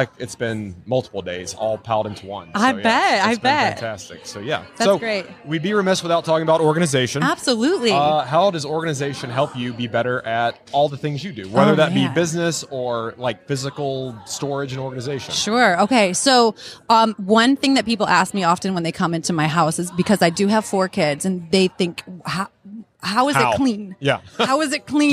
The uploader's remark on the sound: LIVE from HAVEN 2022